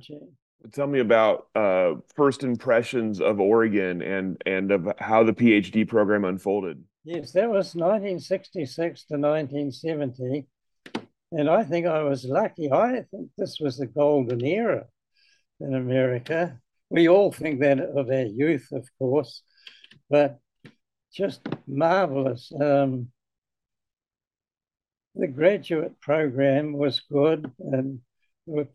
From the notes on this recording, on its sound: This interview was conducted